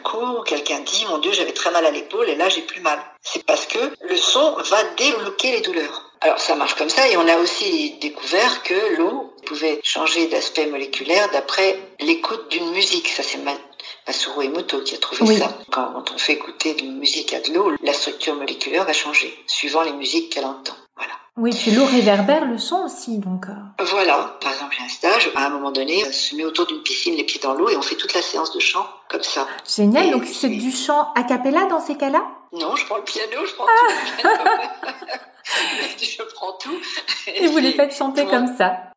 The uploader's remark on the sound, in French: Nous avons enregistré à distance par téléphone , vous pouvez aussi entendre des travaux